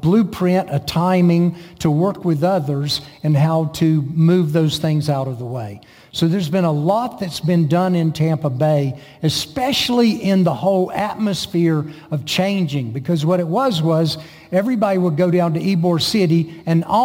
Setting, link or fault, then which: setting, large echoing room